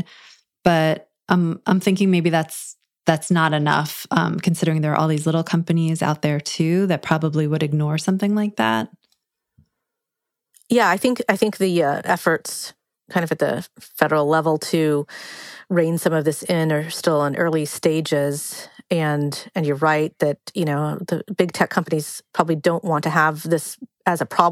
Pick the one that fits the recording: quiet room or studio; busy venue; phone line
quiet room or studio